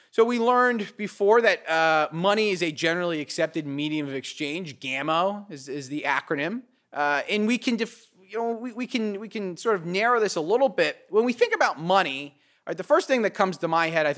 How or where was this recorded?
large echoing room